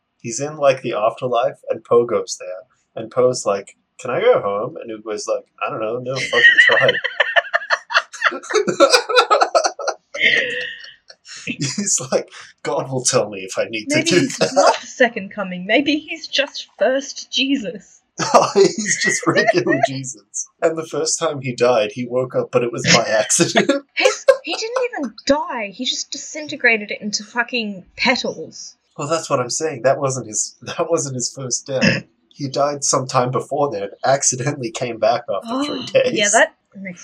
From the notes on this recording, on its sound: We've gotten better equiptment since recording this, so future episodes will sound much better.